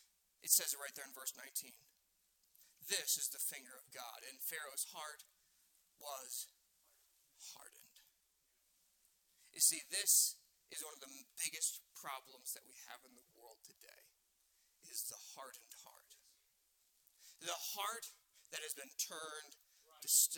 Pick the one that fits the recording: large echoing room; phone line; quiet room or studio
large echoing room